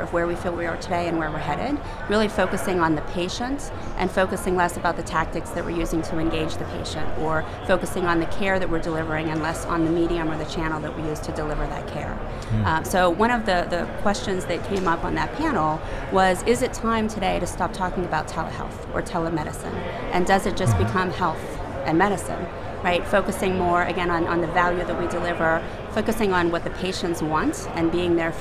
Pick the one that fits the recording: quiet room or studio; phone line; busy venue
busy venue